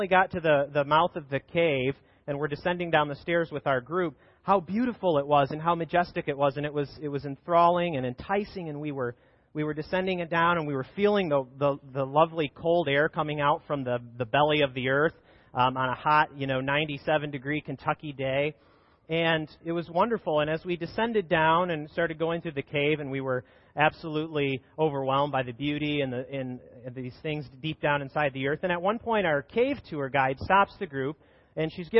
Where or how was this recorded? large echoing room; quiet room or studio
large echoing room